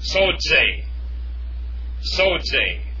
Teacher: Remember the zeta there is pronounced with a DZ sound.